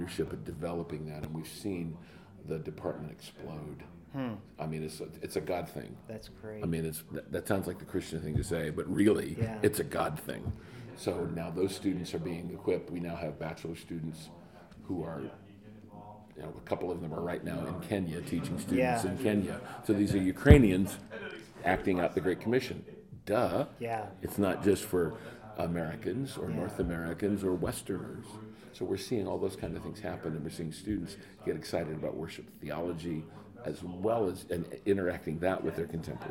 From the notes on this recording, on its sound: Sing 2019 Special. These conversations were recorded live at the 2019 conference.